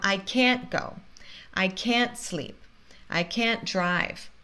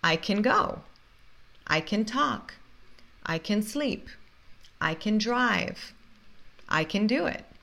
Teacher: Com can, afirmativa, eu posso, a gente muitas vezes coloca o som do schwa. · Shown in: second take